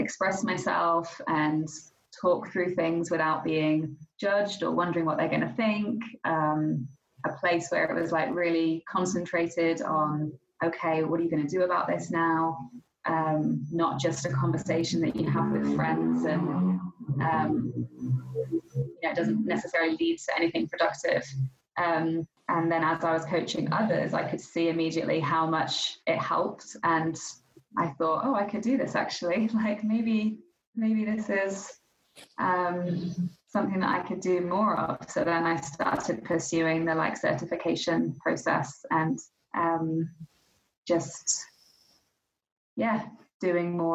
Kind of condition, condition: link, video call